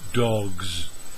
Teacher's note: Number two, dog, changes to dogs. Here we add a z sound. Again, the sound is longer, but we do not add a syllable.